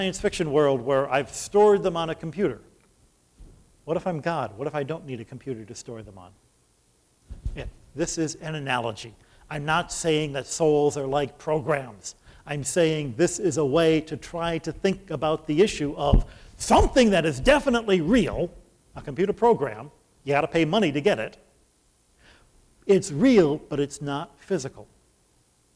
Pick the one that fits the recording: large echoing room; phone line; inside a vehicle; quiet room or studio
large echoing room